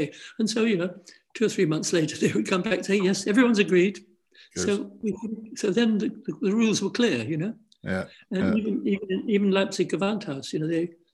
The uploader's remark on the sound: This interview was recorded on 17th January 2022 via Zoom.